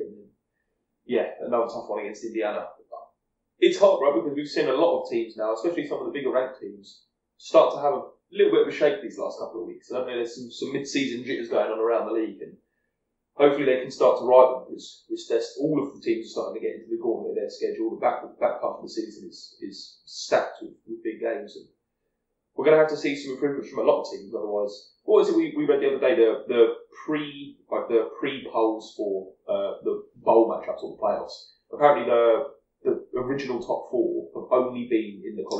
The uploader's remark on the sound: To film the first in-person pod of the year! Sorry for the audio quality, the apartment isn't exactly built for acoustics.